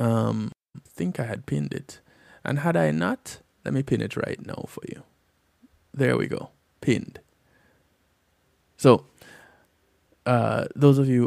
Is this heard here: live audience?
no